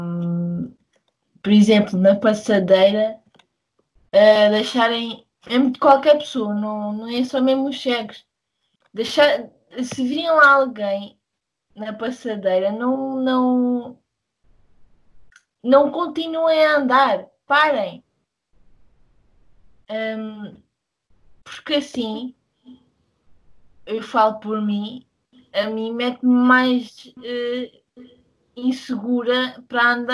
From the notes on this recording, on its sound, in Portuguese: conversa através do Skype